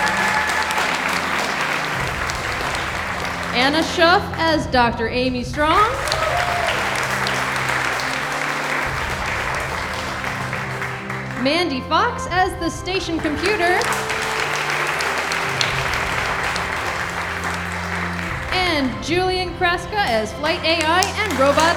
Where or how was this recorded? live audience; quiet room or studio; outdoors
live audience